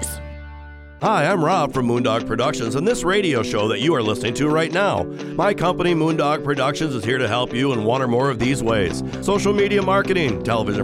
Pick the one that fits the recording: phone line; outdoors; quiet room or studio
phone line